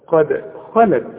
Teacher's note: قد الدال لازم هنقلقلها لأنها عليها الإيه؟ السكون. عند الوصل وعند الوقف.